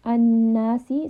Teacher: we have noon with a shadda, so we are resting upon this noon.